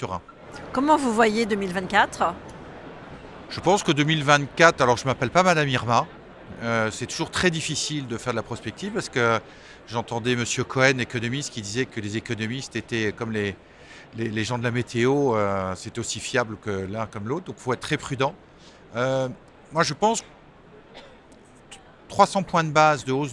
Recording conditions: busy venue